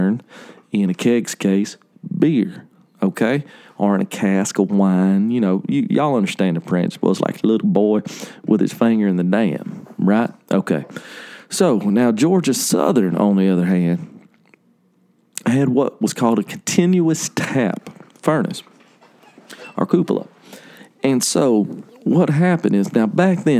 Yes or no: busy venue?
no